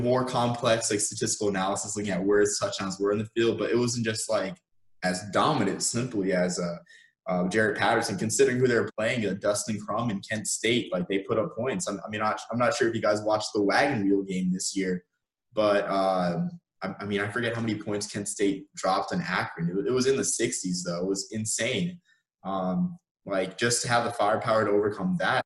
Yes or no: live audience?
no